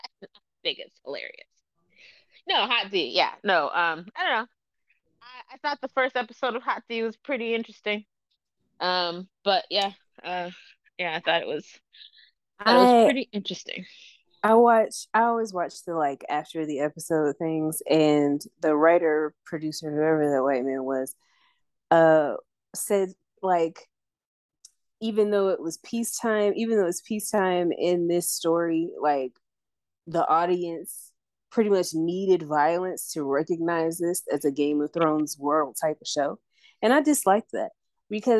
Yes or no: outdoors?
no